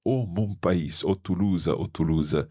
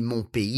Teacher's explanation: he's singing it in Occitan, so the regional language and used in this part of France. And therefore, we pronounce the S on pays. · Shown in: first take